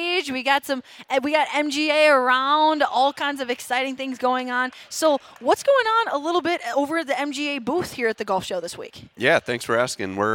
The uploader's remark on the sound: live from the Minnesota Golf Show!